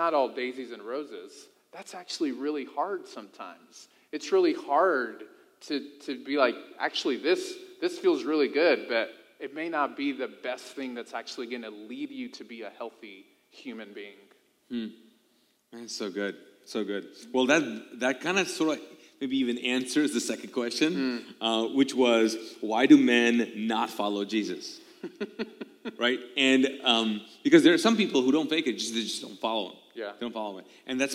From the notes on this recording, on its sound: This video was recorded live from the Mosaic Church "Hope Center" in Charlotte North Carolina